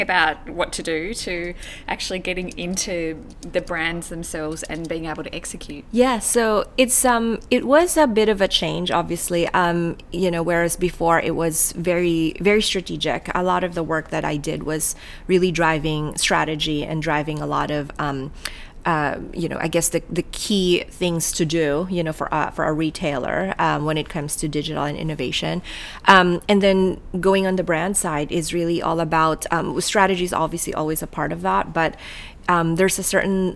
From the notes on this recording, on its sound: Recorded at Online Retailer 2017 in Sydney